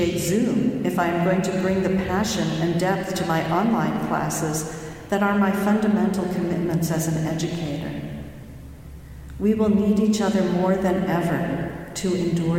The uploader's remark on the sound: delivered the following remarks at Morning Prayers in Harvard's Memorial Church on March 11, 2020